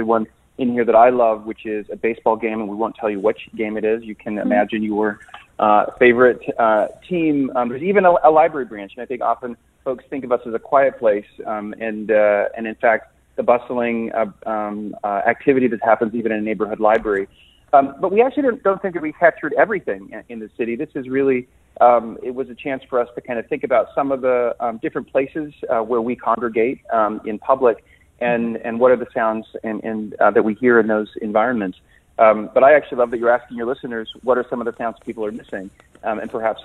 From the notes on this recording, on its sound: We'll also take calls from listeners